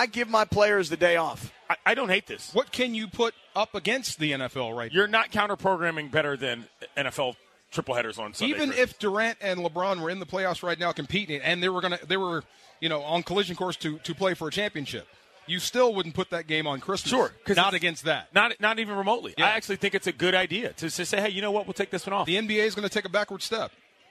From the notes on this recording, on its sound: LIVE from Hollywood Park Casino - and the Lombardi Trophy is in the house. The guys set the scene here at the event with the Lombardi Trophy. All of the listeners here to take pictures with the trophy.